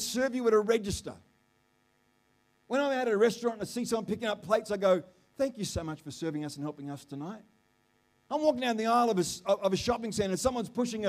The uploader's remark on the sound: The live stream of Destiny Church Atherton.